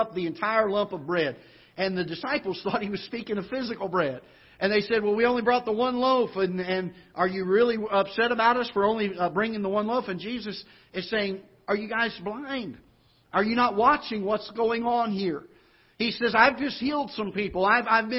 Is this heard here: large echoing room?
yes